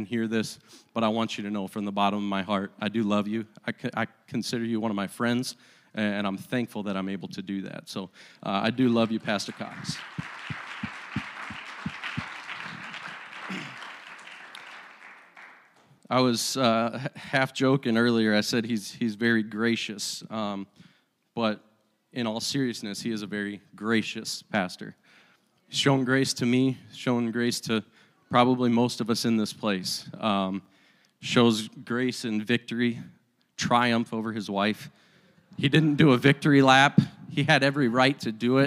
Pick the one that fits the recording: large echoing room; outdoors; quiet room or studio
large echoing room